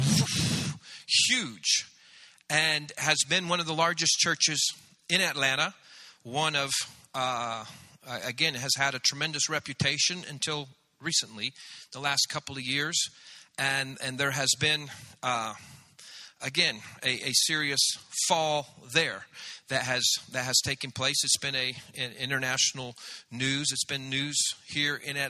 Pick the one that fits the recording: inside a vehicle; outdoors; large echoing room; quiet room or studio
large echoing room